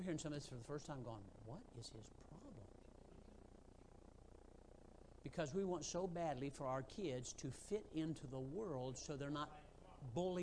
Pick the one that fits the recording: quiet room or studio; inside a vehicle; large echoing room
large echoing room